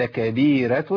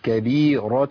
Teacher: الامام ورش بيرقق الراء، بيرقق الراء المسبوقه بياء ساكنه حتى لو كانت مضمومه او مفتوحه · Shown in: first take